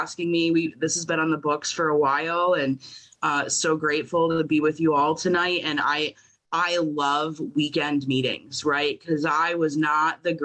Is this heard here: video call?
yes